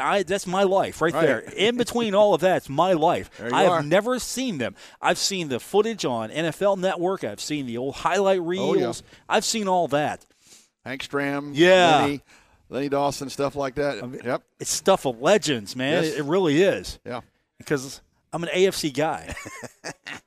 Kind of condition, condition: setting, busy venue